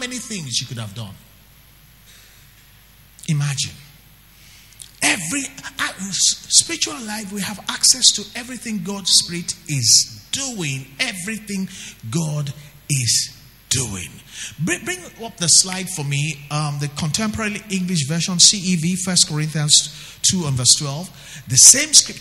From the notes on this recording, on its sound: Record LIVE at our Wednesday Interactive Service on January 30, 2019